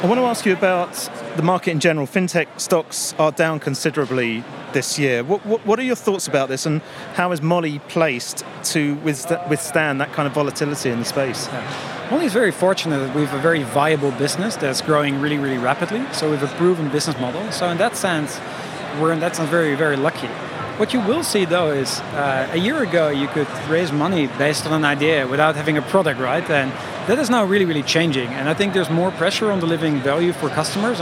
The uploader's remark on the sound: Recorded in partnership with Banking Circle Group at Money20/20 Europe, that took place in Amsterdam. We recorded a series of interviews on the Banking Circle booth with a number of the speakers from the conference.